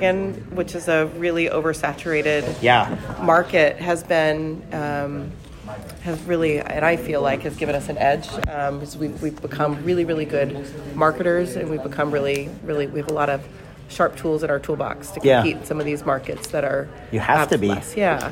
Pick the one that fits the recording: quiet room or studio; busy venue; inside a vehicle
busy venue